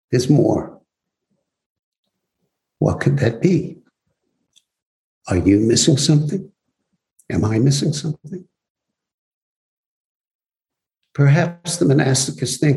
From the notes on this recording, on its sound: Zoom Broadcast